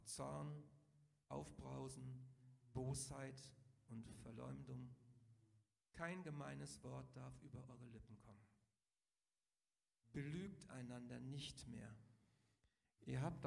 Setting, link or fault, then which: setting, large echoing room